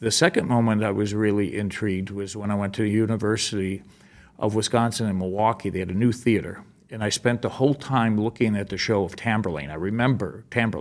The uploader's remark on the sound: Live from LDI.